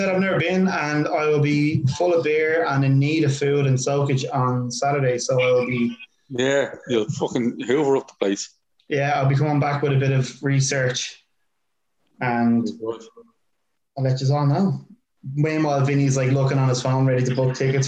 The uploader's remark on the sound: We failed at meeting up but thankfully we have zoom.